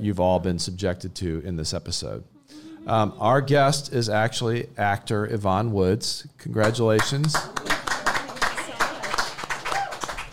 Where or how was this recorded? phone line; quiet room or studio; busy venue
busy venue